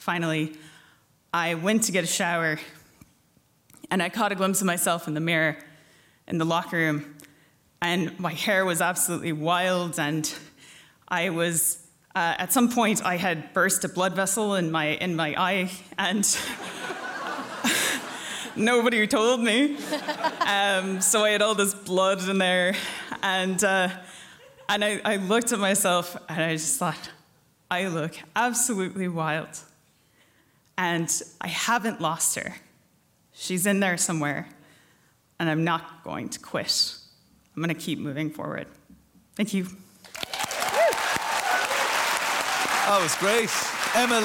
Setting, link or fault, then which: setting, live audience